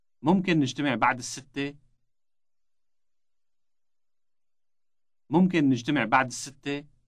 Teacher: the number is pronounced with an elongated initial S sound